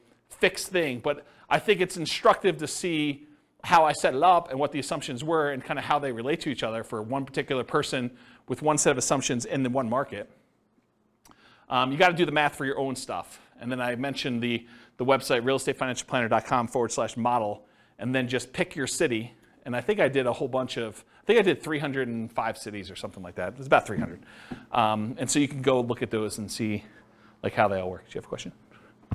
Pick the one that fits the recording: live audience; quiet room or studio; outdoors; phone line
live audience